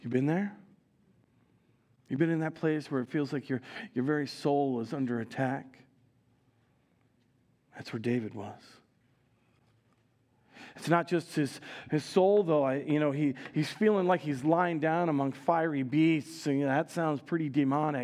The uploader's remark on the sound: Recorded live at Word of Life Church in Le Sueur, Minnesota, on June 18, 2023